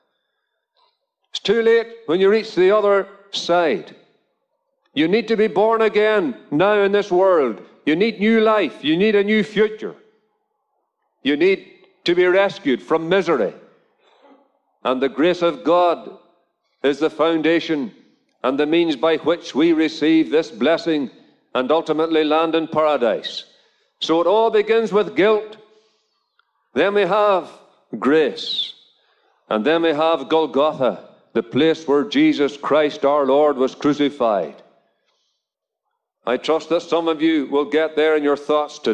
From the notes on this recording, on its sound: Gospel Audio Recording from a Drive-in Gospel Meeting at Ballyclare Gospel Hall.